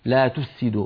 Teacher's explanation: يقول بعض إخواننا لا تفسدوا تفسدوا، فتجد بأن الفاء تخرج ضعيفة والسين باعتبارها فيها صفير وقوية تطغى عليها، فيخرج صوت الفاء ضعيفا وصوت السين قويا. لا تفسدوا، فلا بد من أن نبين الفاء ونعطيها حقها من الرخاوة